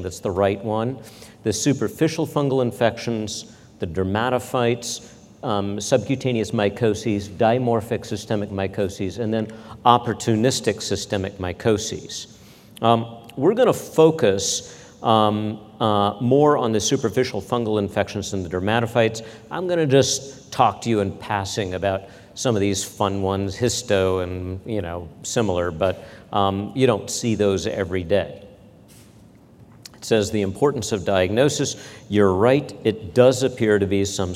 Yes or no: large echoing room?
yes